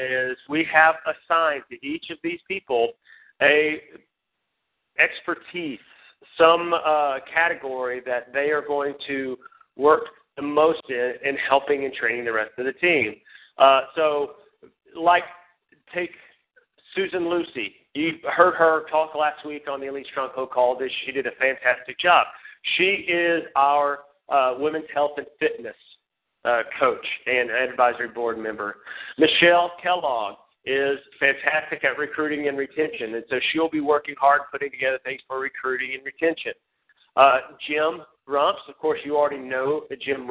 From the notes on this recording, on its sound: Team Elite Conference Call.